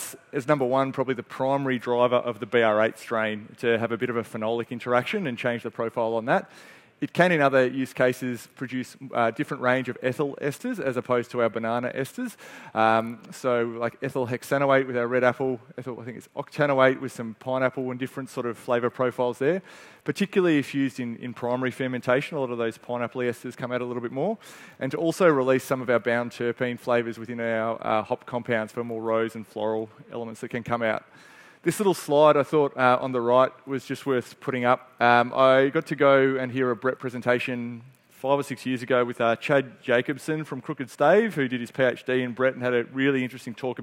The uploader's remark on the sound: This is a Brewery Pro podcast that was recorded at the Bintani Trade Day in February 2023.